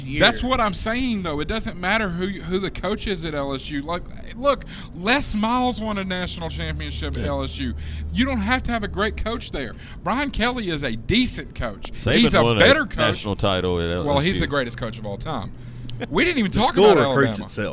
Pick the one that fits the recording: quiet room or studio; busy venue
busy venue